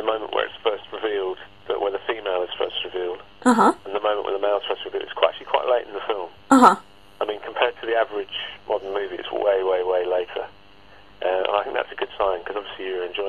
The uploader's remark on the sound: phone conversation